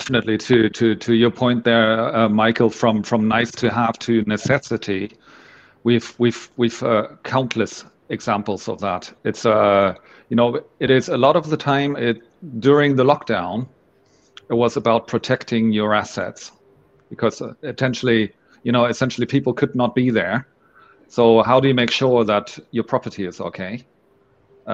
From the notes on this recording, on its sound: We kicked off the first PropTech Ramble LIVE at Unissu's RE: Connect.